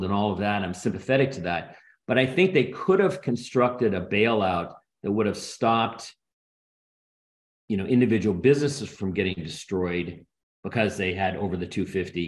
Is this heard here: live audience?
no